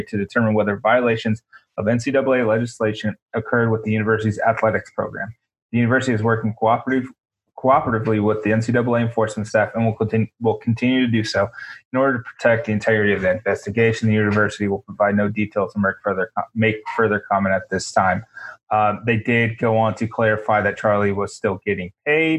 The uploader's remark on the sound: Jump in the zoom machine.